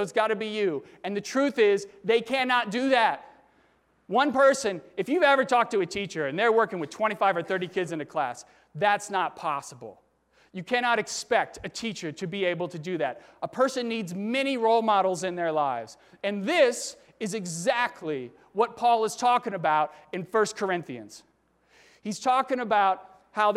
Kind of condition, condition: setting, large echoing room